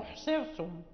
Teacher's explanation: الصاد هي التي قبل الراء وهي مكسورة فترقق الراء · Term: ترقيق الراء